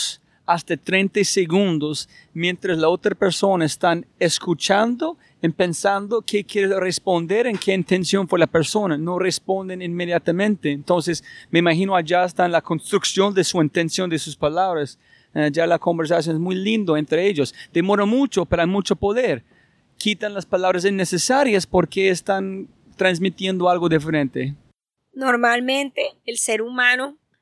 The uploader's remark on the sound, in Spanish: Grabamos este podcast en uno de los lugares más gloriosos de Colombia, la playa de Costeño Beach en Santa Marta. Grabamos esta conversación tendida en la playa frente a su casa, mirando el mar.